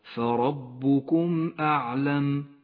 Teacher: تظهر الميم الساكنة إذا جاء بعدها حرف إظهار كالهمزة ولذلك لم تلون الميم الساكنة باللون الأخضر لأنها لا تحتاج إلى غنة ولا إلى تشديد. · Term: الإظهار الشفوي